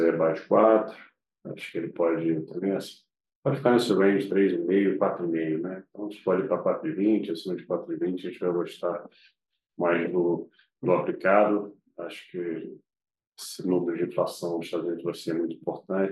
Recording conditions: video call